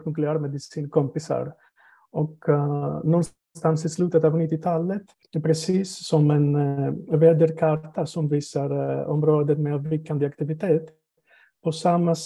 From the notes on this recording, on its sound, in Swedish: Ljudinspelningen från SOF:s webbinarium